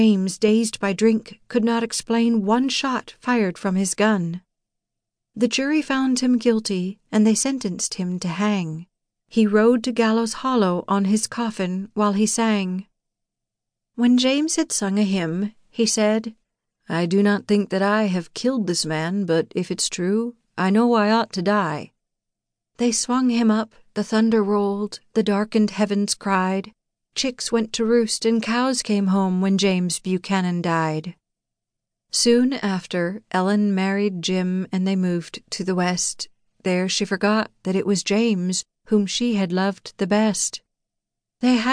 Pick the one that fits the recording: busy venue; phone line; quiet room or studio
quiet room or studio